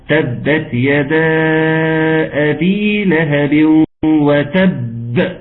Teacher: الباء مشددة والقلقلة بتاعتها فرقة وعاملة كتير